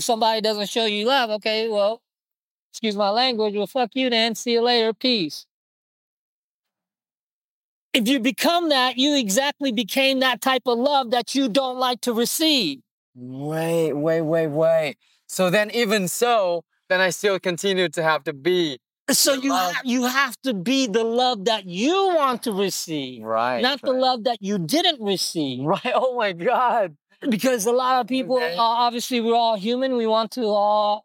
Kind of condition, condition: setting, outdoors